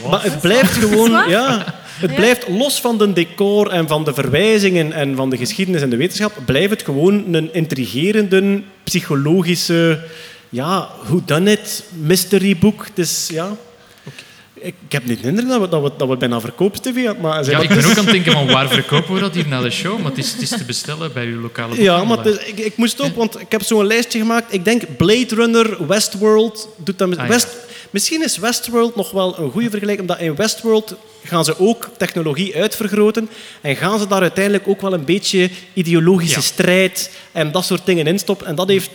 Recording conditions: live audience